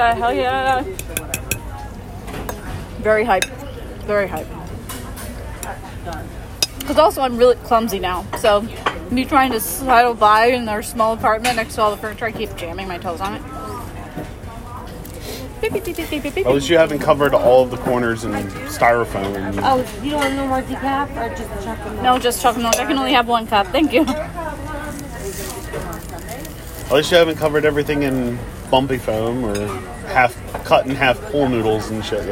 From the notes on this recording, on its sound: come to you live from a local Denny's